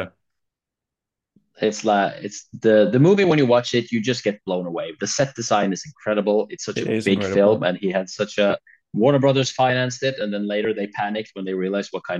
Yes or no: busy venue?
no